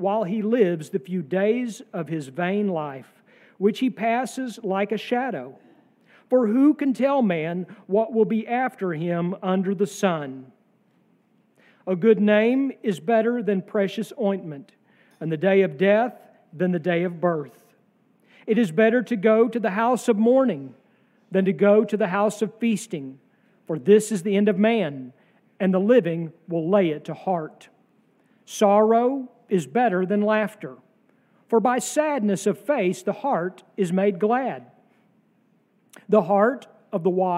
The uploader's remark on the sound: sermon from our worship service